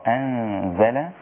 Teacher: ما خليش النون ساكنة ظاهرة إنما هي مخفاة